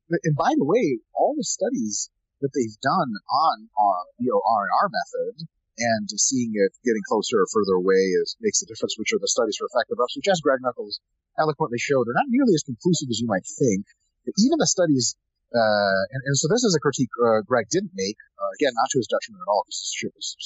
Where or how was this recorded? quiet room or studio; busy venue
busy venue